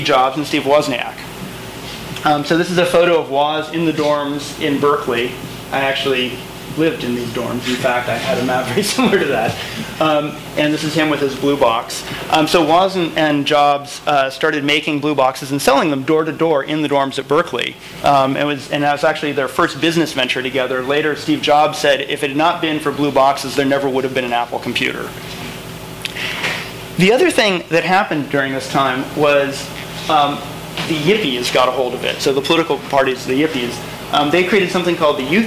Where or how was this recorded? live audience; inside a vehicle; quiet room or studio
live audience